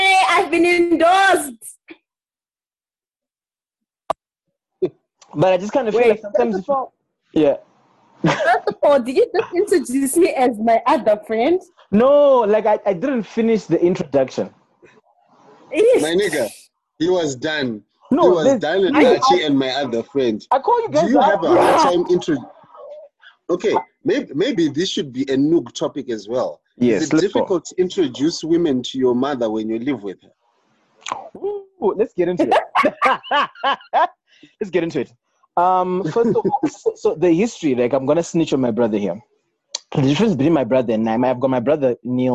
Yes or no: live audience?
no